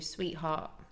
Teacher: So you wouldn't really, you'd do a glottal T, so it gets cut off, and then you do say the H though